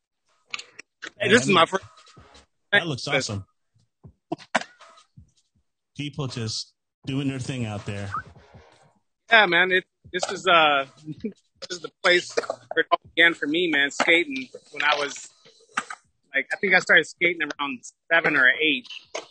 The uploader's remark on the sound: The audio quality isn’t all that great. The Zoom desktop app captured the audio portion during the file conversion after the podcast wrapped up. Had forgotten to press record on the podcasting deck. During the live videostream.